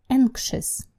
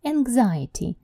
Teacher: Будьте очень аккуратны с этим словом, его очень часто неправильно произносят, потому что, например, существительная тревога будет по-английски anxiety. Anxiety, видите, меняется ш на гз